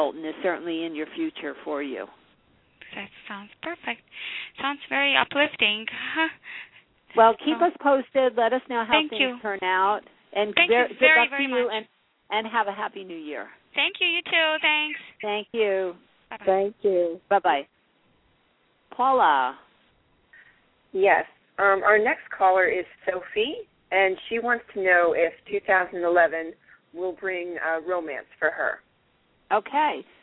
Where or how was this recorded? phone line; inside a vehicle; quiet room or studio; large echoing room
phone line